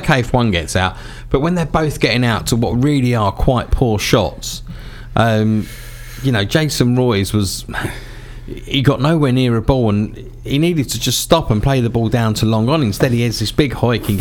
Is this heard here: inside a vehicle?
no